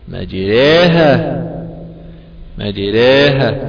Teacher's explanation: أقول الأولى تكلمنا عنها وهي الهمز المسهل، ثاني نوع عندنا هو الألف الممالة. الألف الممالة هي الألف بين الألف والياء، لا هي ألف خالصة ولا هي ياء خالصة، وإنما هي ألف قربت من لفظ الياء لعلل أوجبت ذلك، فهي متولدة من الألف المحضة والياء المحضة.